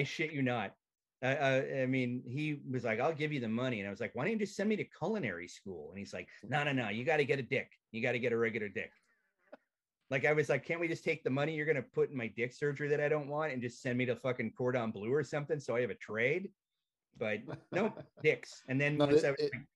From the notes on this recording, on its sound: I sit down and zoom it out.